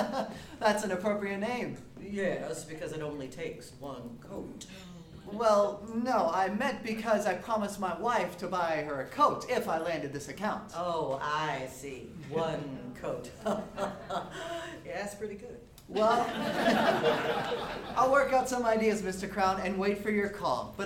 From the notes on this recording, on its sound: Broadcast Live 1940’s-style Radio Show from Julian Town Hall. Produced by: East County Performing Arts.